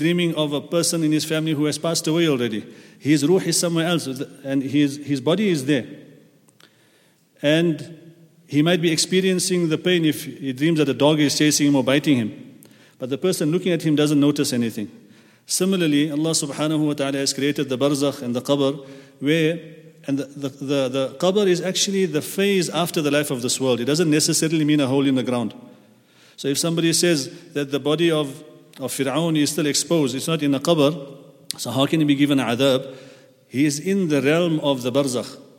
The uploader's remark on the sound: at the Houghton Masjid (West Street)